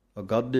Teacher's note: ਹੈ ਇਸ ਪਾਠ ਨੂੰ ਅਗਾਧੇ ਧੱਦੇ ਦੇ ਨਾਲ ਨਹੀਂ ਬੋਲਣਾ ਅਗਾਧੇ ਪਾਠ ਧੱਦੇ ਨਾਲ ਕੱਸ ਕੇ ਬੋਲਣਾ ਹੈ ਭਾਰਾ ਕਰਕੇ